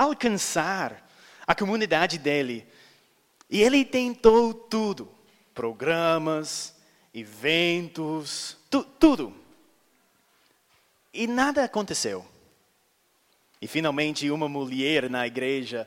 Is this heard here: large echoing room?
yes